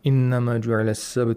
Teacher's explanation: The ba in the word sabt has the sukun. As a result, you have to apply qalqala.